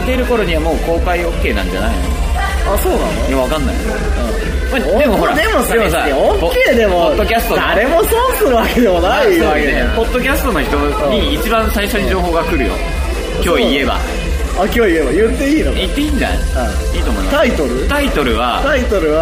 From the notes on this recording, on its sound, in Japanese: 2009年最後の録音はクリスマス一色に染まる渋谷lounge neoでのライブ楽屋からお届け。